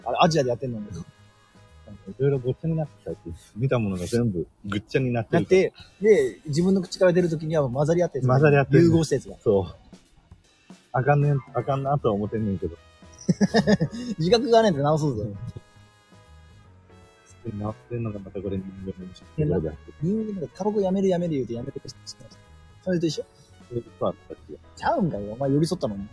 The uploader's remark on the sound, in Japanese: ライブができないから公園で公開収録〜アルコールを添えて〜。屋外での収録のため、やや雑音が多く申し訳ございません。